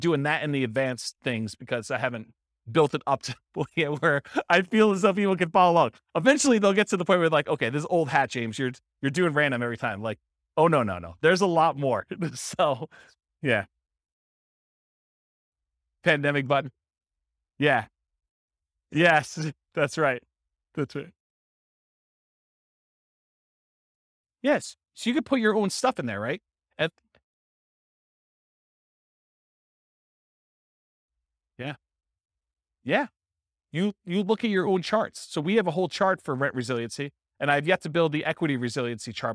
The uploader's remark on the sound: This was a live class recorded